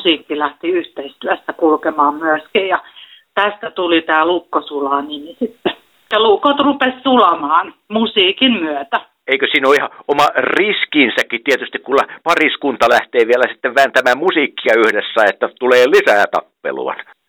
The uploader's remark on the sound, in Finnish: Helsingin Lähiradio 100,3MHz. Puhelinhaastattelussa.